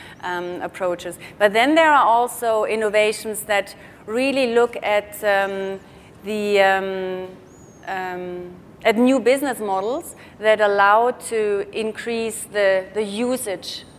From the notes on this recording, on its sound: The best of live interviews from GreenBiz events.